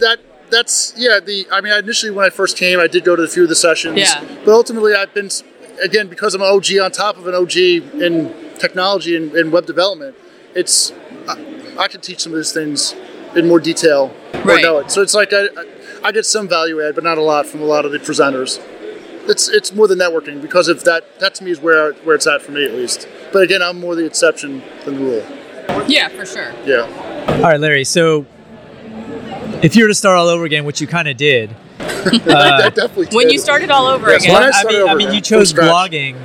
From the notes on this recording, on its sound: Recorded LIVE at FinCon 22. We apologize for the crowd noise in the background.